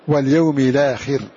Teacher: هذا الهمز يطلع عليه تغيير بالنقل، واليوم الآخر عند قراءة ورش، فالهمز هنا اليوم الآخر، لكن في قراءة ورش ينقل حركة الهمزة إلى اللام ثم يحذفها · Term: همز مغير بالنقل